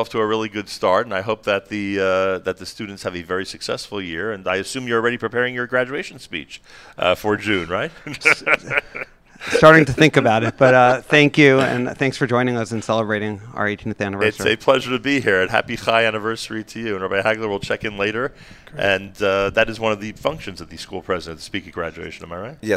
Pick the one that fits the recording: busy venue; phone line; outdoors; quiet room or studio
busy venue